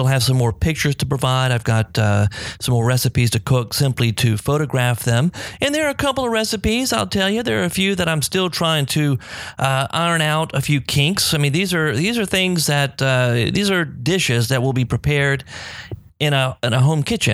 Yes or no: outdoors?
no